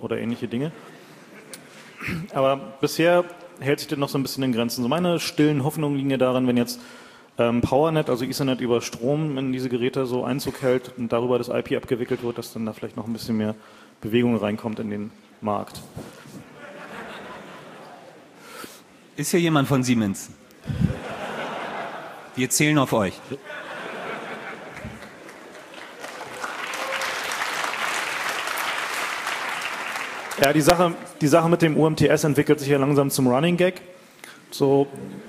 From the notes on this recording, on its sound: Moderated Audience Discussion